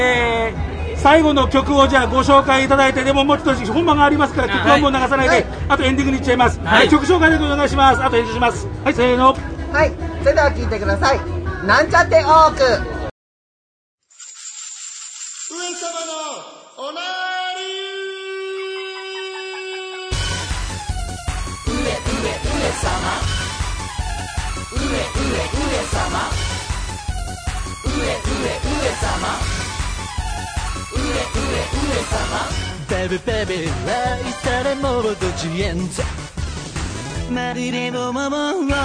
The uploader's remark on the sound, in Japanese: 名古屋・栄の池田公園を会場に開かれた、NLGR+(NAGOYA LESBIAN & GAY REVOLUTION PLUS )2023で。ブースに押しかけての収録シリーズの後編です。